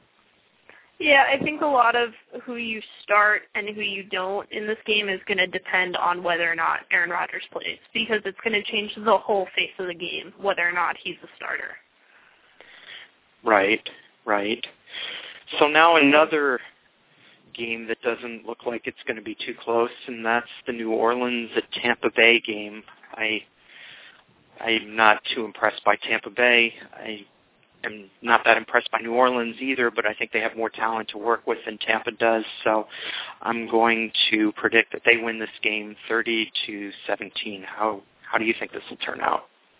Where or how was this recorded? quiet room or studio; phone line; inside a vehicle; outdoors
phone line